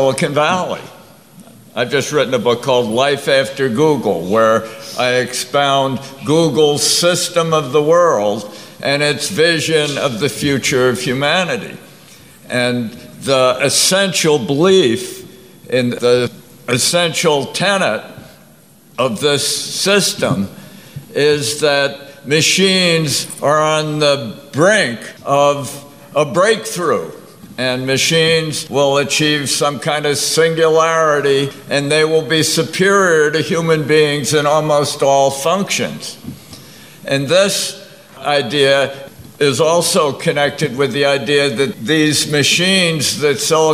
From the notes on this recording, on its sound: Part two of a panel discussion on “The Danger of Totalitarian Science,” held at the July 2018 FreedomFest in Las Vegas.